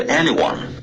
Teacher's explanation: Anyone 结尾的 n，你顶了舌尖，可是你顶舌尖前出了一点点微妙的后鼻音